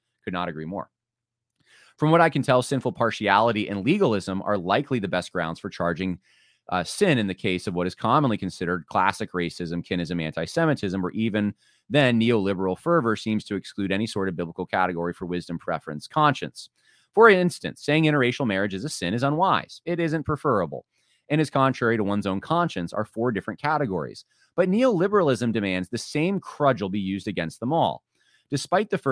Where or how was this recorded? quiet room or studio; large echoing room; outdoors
quiet room or studio